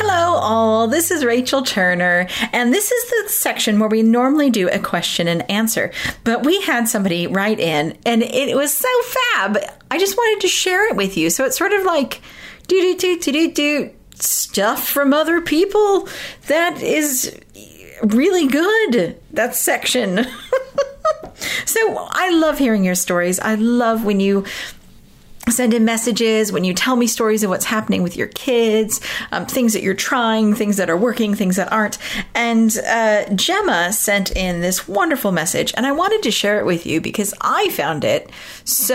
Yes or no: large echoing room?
no